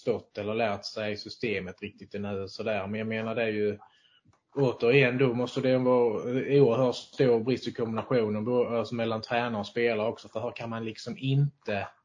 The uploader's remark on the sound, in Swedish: Vi ber om ursäkt för dåligt ljud.